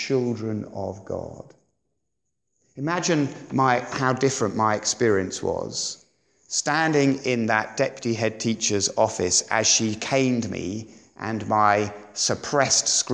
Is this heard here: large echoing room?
yes